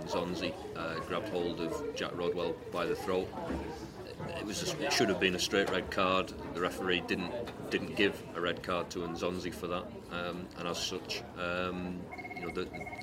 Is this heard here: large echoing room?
no